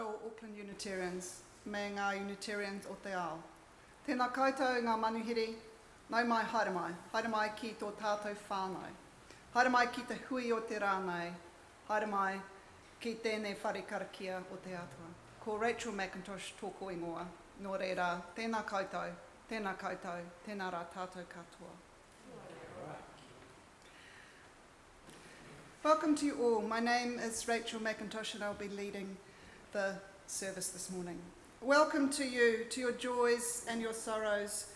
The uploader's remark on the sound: Recorded at Auckland Unitarian Church 21 January 2024